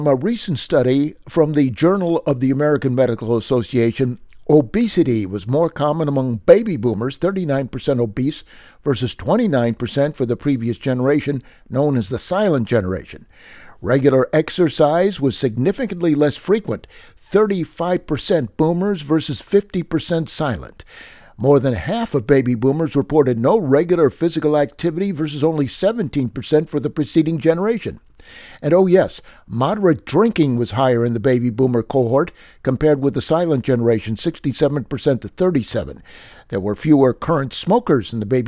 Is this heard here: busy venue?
no